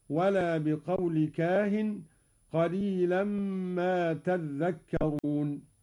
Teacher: قرأ قالون بتشديد الذال هكذا: ولا بقول كاهن قليلا ما تذكرون.